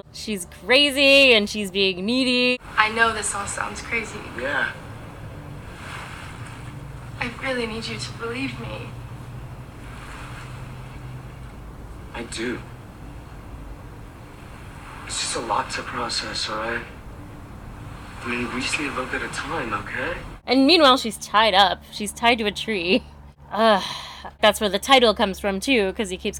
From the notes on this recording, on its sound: with plenty of ambient sound to set the scene